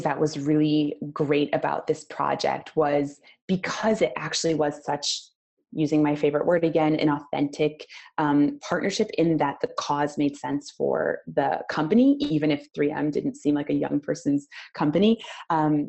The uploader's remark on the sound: Recording from the Cause Marketing webinar